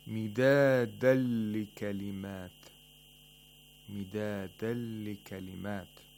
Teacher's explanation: We have idgham of nun sakina into the letter lam. Bila ghunna.